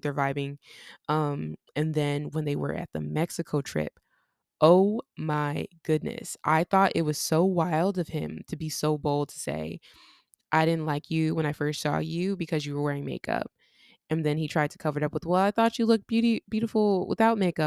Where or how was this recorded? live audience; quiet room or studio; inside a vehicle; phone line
quiet room or studio